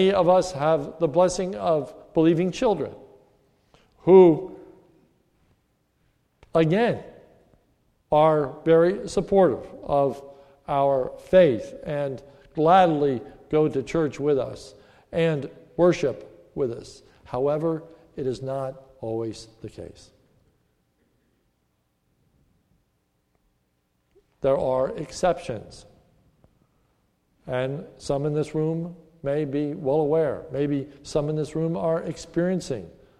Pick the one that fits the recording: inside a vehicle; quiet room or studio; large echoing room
large echoing room